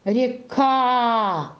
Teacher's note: Ударение падает на «а», а «е» будет безударно